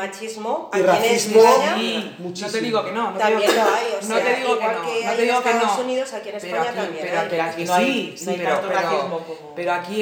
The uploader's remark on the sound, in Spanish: Este episodio se grabó en una "especie de nave", de ahí el sonido con un poco de eco. Lo hemos intentado mejor todo lo posible.